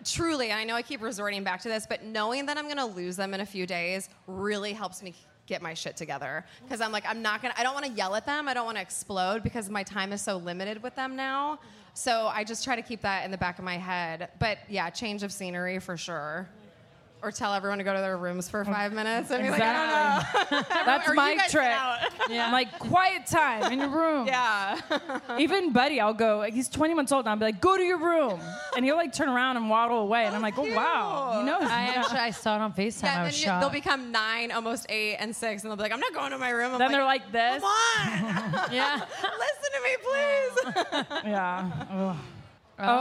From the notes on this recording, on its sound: It was the first live Bellas Podcast of 2022